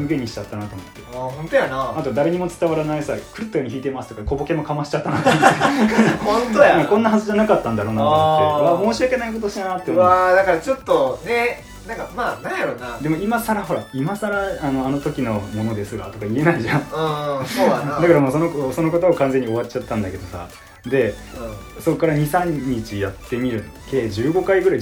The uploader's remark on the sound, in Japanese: 収録環境が悪く、少々空気音が聞こえますがご了承ください